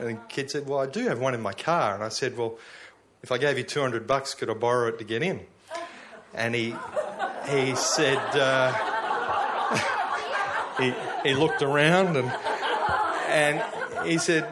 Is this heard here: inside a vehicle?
no